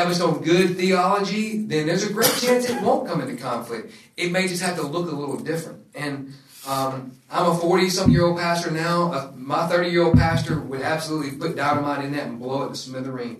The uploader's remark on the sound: This episode is from discipleFIRST, recorded at the National Disciple Making Forum.